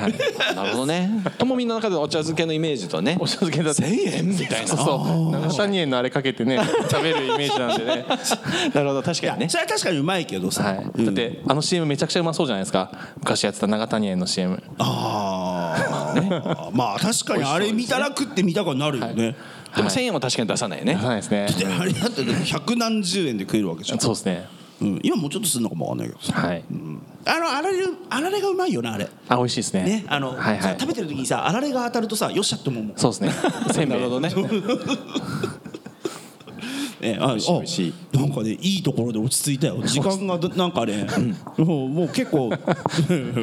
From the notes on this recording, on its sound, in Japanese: 東京・東銀座Another One+にて行われた公開収録。